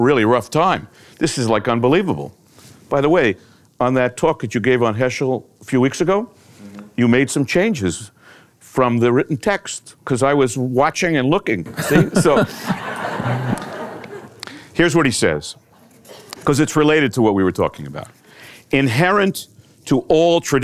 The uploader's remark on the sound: In front of a live audience.